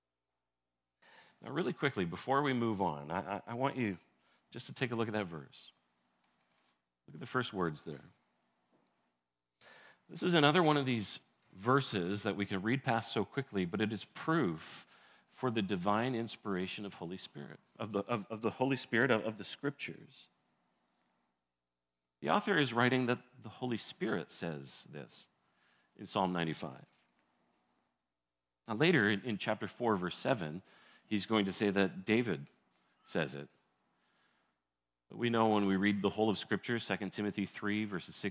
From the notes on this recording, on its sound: This sermon was recorded. In Blessings Christian Church located in Hamilton, Ontario.